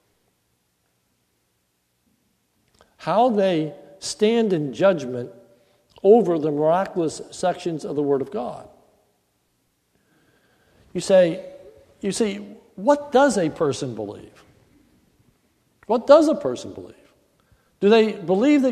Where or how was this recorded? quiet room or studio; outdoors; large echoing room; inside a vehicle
large echoing room